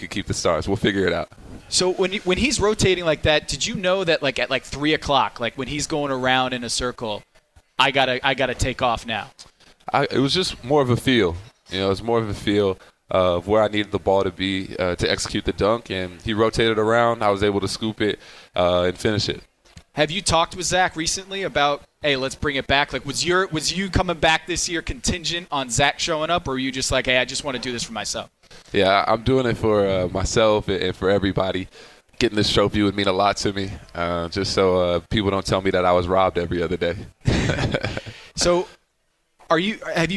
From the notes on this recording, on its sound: Sat down three special guests for a LIVE podcast at the Highline Bar in Downtown Chicago to celebrate NBA All-Star Weekend.